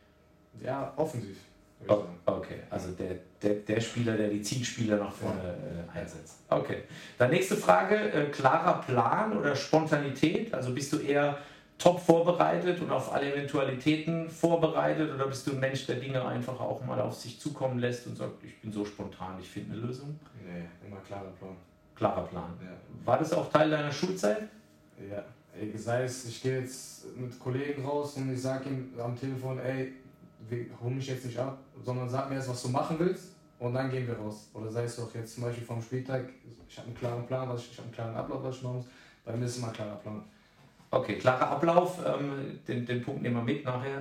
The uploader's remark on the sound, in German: Während der Aufnahme hatten wir leider technische Probleme, bitte entschuldigt die Qualität!